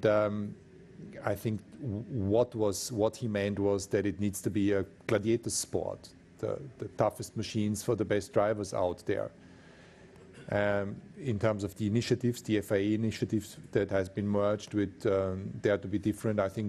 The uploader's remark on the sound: Friday Canada Team Principles Press Conference